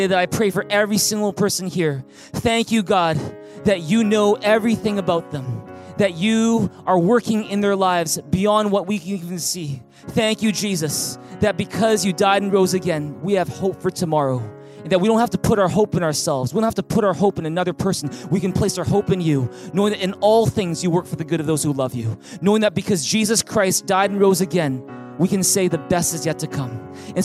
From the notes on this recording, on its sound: Recorded on April 12, 2020 at THRIVE Church Vancouver, Canada